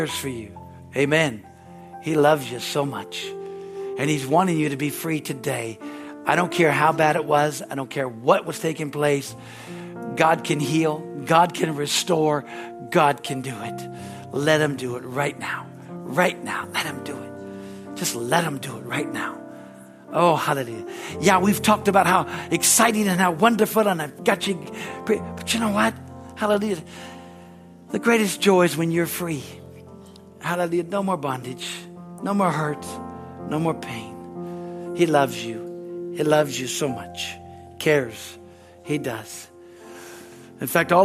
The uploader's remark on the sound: Sunday, January 7, 2024 at Harvest Bible Church in Stockton, CA.